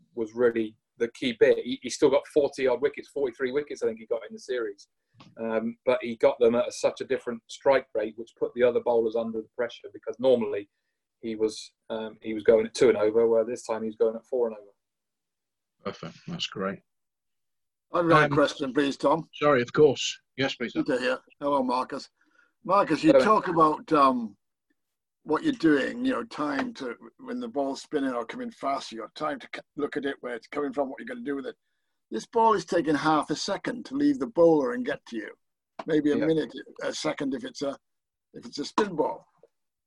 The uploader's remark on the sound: In a webinar originally recorded in 2020.